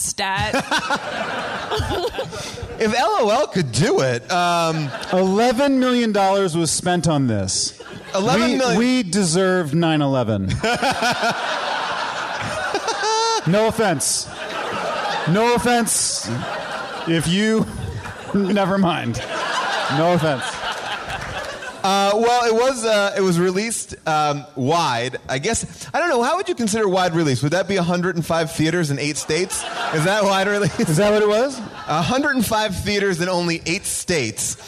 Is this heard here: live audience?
yes